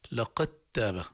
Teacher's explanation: نضغم الدال في التاء، الدال ما عليها حركة، التاء مشددة